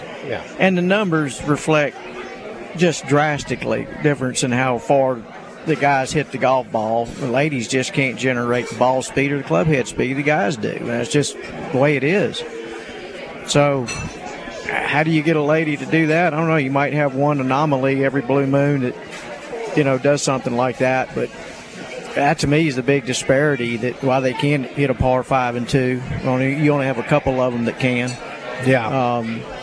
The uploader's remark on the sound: LIVE From Felix's Fish Camp!